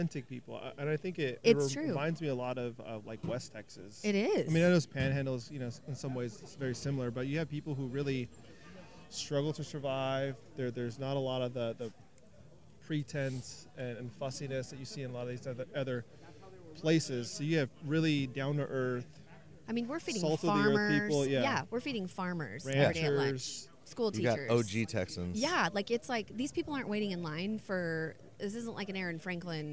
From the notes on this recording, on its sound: Live from Snow's at Texas Monthly BBQ Weekend. We had a slew of cooks, owners and talking heads, so many in fact, that if I had had 10 mics it wouldn’t have been enough. The mics move around fast. I’ve got to go wash my mics, they’re covered in grease.